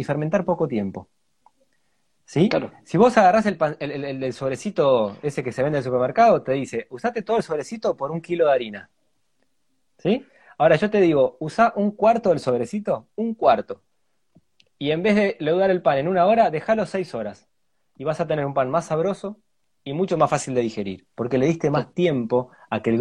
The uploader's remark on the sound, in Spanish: Audio de la charla en vivo por Instagram